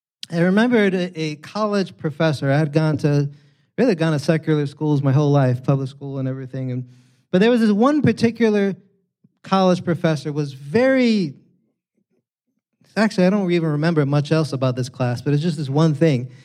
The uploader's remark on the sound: preached this sermon on Sunday, September 24th, 2023, at Catalyst Church San Diego